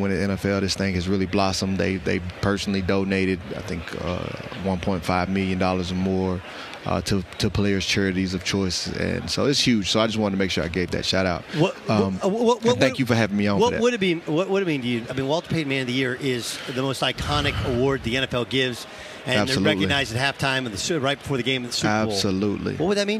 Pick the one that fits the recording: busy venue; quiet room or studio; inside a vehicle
busy venue